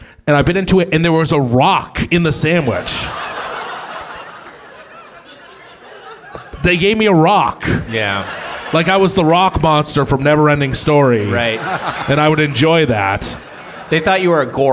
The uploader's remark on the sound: Recorded live at Revolution Hall in Portland, Oregon.